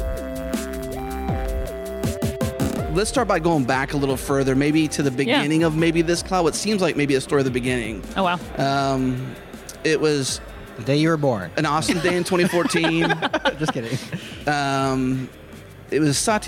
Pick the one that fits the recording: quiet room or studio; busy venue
busy venue